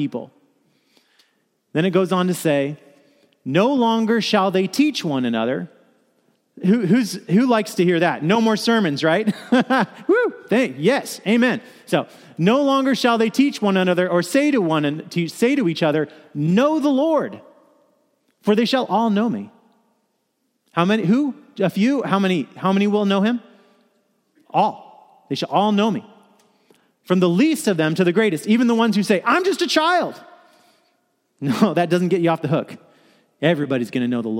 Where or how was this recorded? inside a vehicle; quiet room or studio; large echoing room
large echoing room